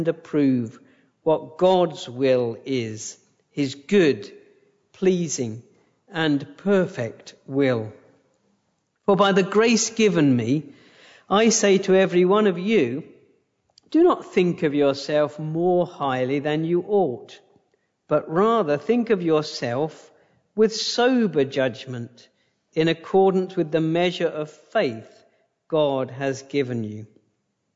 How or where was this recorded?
large echoing room